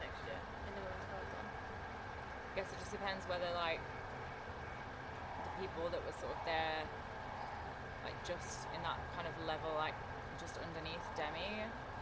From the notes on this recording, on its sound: Headed over to Belgium to watch the CAPS Urban Cross X2O Trofee in Kortrijk. I forgot the muff for the microphone (sorry about the wind!!).